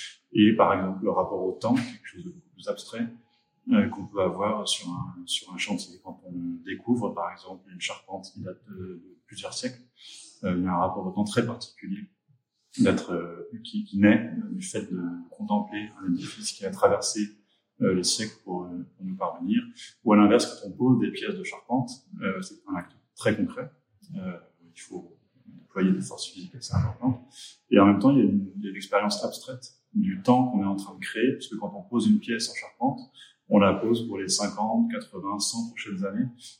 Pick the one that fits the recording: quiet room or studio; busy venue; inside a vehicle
busy venue